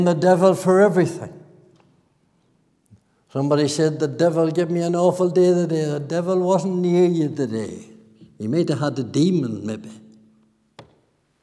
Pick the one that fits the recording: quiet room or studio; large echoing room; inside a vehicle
large echoing room